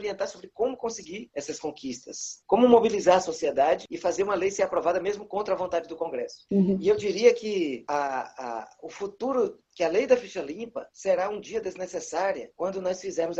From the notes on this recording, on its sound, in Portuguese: Realizou um webinar ao vivo. Aqui você pode conferir na íntegra o áudio da conversa.